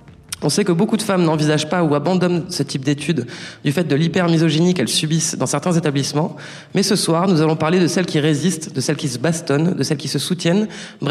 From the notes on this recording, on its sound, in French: En live à Sciences Po Aix. Nous enregistrons en live depuis un amphithéatre de Sciences Po Aix. Cet épisode est un peu spécial car il a donné lieu à une libération de la parole des étudiantes présentes dans la salle.